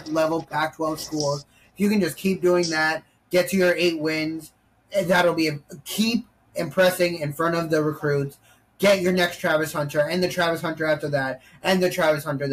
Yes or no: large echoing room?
no